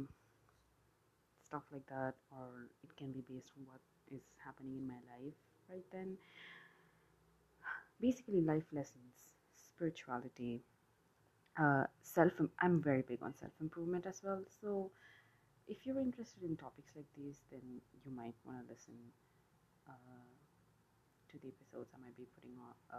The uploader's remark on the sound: This introductory episode is completely imperfect, unscripted rambling, background noise and am I even audible?